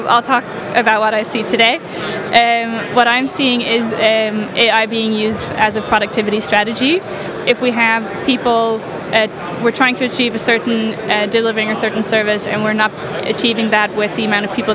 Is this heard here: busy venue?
yes